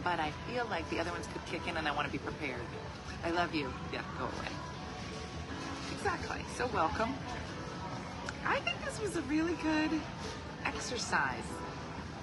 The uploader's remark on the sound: Live from the airport